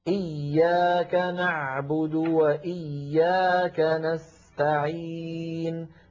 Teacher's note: فإذا الياء في إياك أطول بقليل من نعبد.